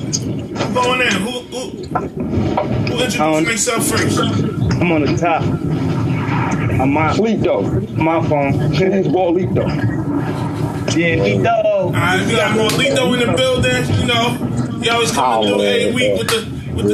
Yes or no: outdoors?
yes